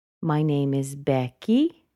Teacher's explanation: if you'll notice at the end of each sentence, you'll hear a little bit of a rising intonation